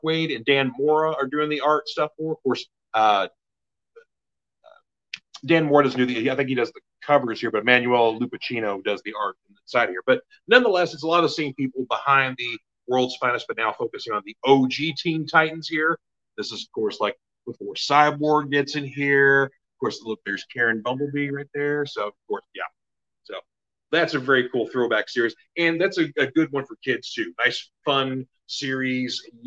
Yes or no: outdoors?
no